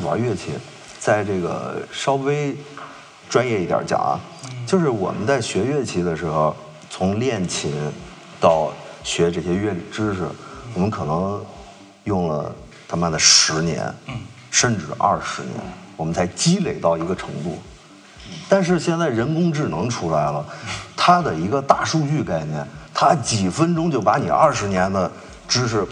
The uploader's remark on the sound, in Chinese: 贫道播客四月份在阿那亚参加声量The Power Of Voice。活动现场。